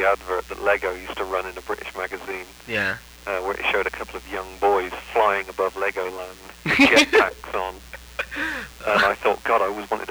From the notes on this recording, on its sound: over the phone